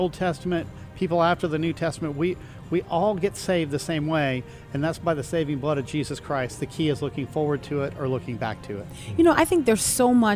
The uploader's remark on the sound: LIVE from the Creation Museum Day 2